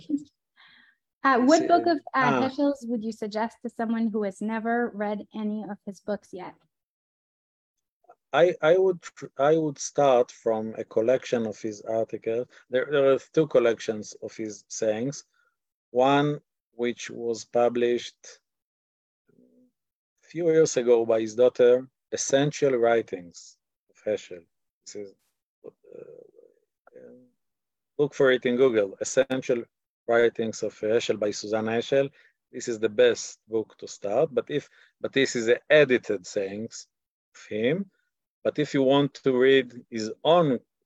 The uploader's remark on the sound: This audio was originally captured from Zoom.